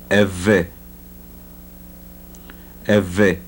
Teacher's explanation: the voiced labiodental fricative